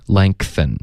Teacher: 一个 n 后鼻音连到 th 或者别的摩擦音呢就会爆一个 k 的音出来 · Term: 添加音